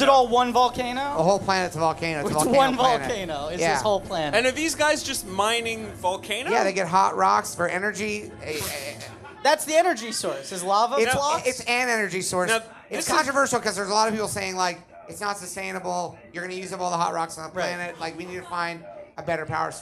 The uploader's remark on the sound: Watch With Us LIVE! Recorded at Union Hall in Brooklyn, NY.